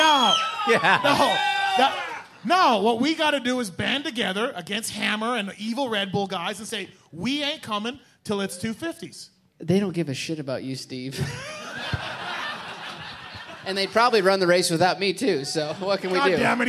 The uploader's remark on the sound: Pulpmx/Racer X LIVE Podcast Show from The Space in Las Vegas. Live from Las Vegas.